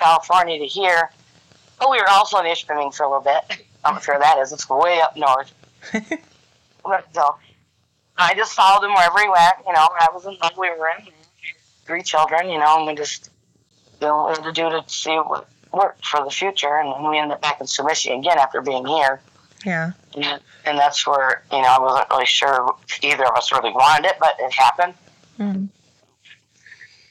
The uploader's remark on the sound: Phone Interview